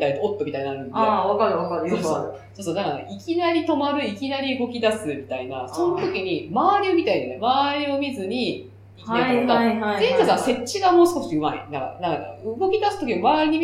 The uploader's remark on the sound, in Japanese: 今月ちょっと音質が悪いです。